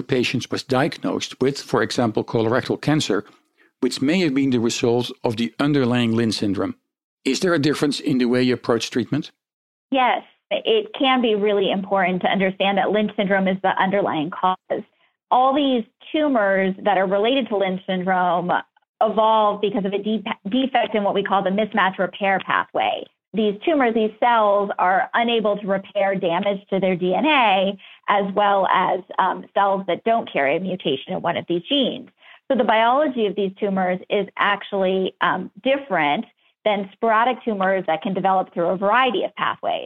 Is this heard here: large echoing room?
no